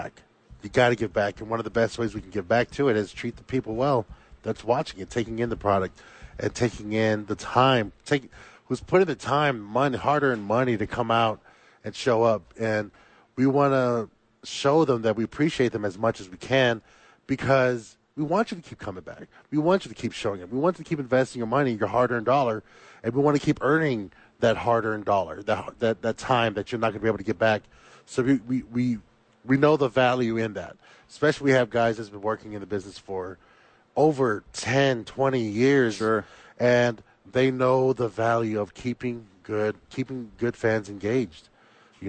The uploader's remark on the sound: live at The Duke Store